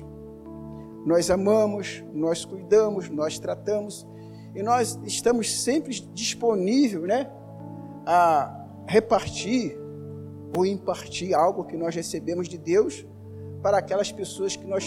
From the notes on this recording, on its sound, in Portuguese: Áudio da mensagem ministrada no Culto de Celebração. Na Igreja Cristo Salva Campinas.